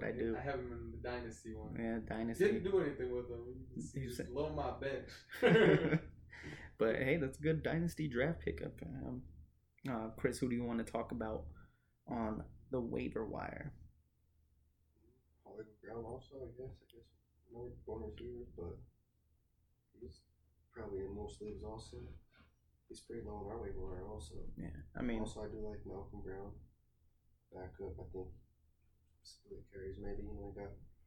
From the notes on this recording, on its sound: Due to a technical difficulty the audio is poor.